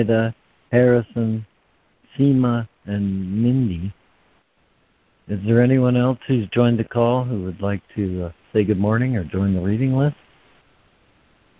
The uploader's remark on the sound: ACIM Daily Conference Call